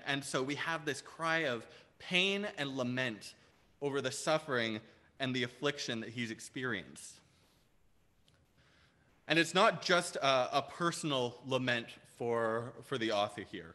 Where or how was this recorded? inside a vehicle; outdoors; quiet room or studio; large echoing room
large echoing room